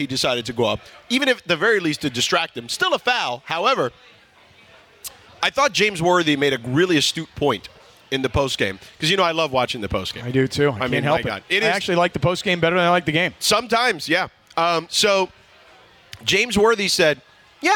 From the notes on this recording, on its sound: we are are LIVE from Yaamava Casino & Resort